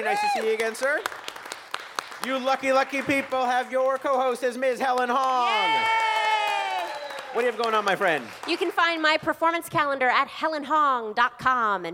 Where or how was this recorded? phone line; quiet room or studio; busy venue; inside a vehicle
busy venue